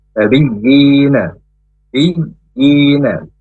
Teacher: Waji'a bin, bin langsung masuk ke nun tasdid i-nya. Kemudian di nun tasdidnya ini ditahan dua harokat, yaitu bacaan gunnah musyaddadah. Bigina, bigina, bi ditekan, kemudian baru i-nya dibaca panjang dua harokat.